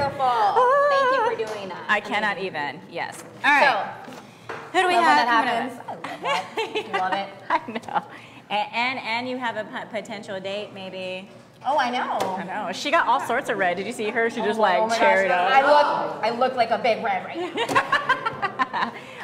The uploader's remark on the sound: With our LIVE audience from Jokesters Pub N Grub.